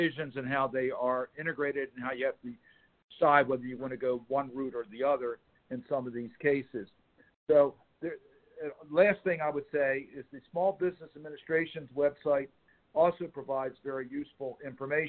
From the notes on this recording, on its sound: recorded as a phone call on March 30, 2020.